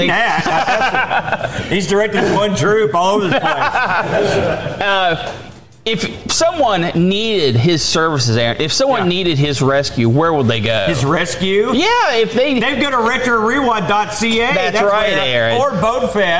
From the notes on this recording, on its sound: BOATFEST 2023! LIVE ON STAGE!